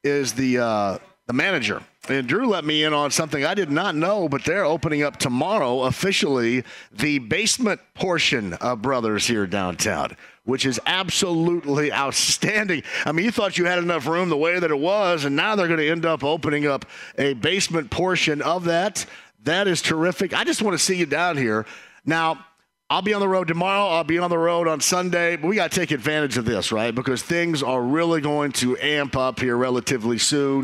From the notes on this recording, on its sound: Live from Brothers downtown. Taking some comments and questions from listeners online!